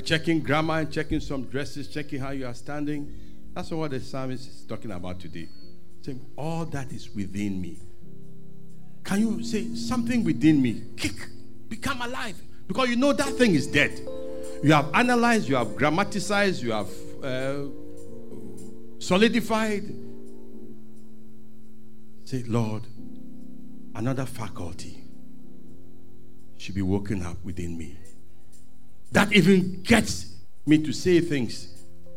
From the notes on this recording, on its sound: Sermon preached at CBC Shiashie Campus